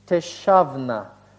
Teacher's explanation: под ударением гласный А возникает